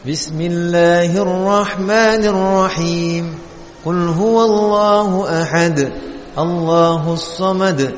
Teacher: Awalnya datar, enggak naik, naik, turun gitu. Datar, naik, naik, turun gitu. · Term: naik turunnya